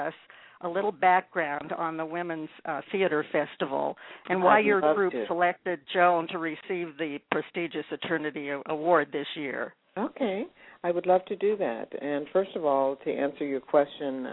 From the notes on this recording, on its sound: call in to share their reactions